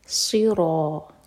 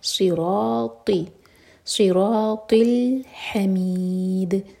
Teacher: صاد پڑھیں تو سین کا ساؤنڈ نہ آئے · Shown in: second take